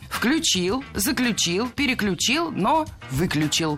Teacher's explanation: Ударение падает на первый слог, на приставку «вы».